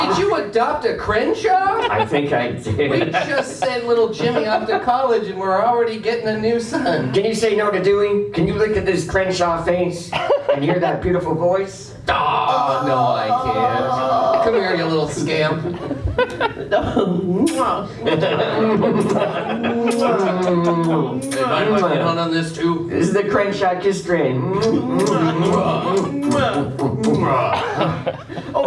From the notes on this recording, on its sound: We’re live from Toronto Comic Con!